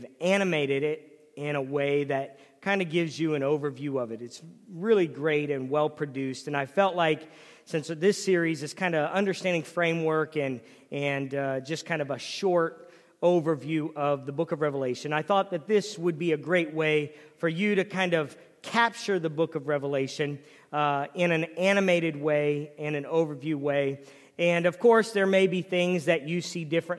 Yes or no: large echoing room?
yes